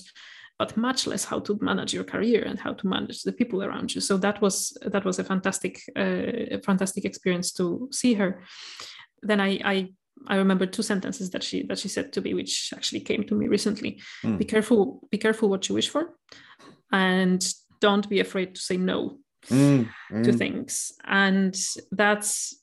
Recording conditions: video call